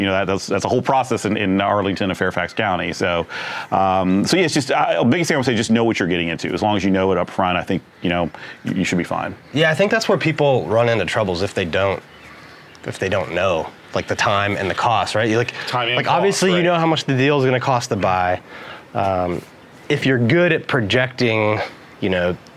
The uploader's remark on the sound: Broadcast live from the site of a property that’s about to be demolished. Broadcast live from the site of a property about to be demolished.